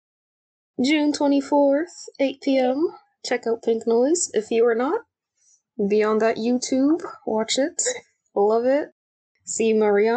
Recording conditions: video call